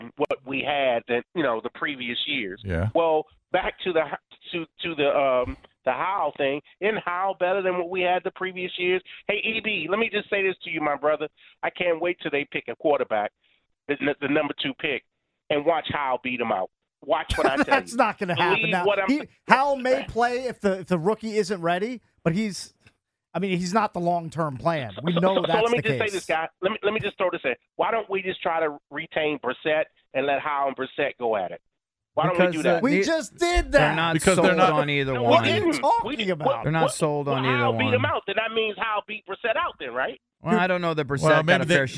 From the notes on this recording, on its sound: take callers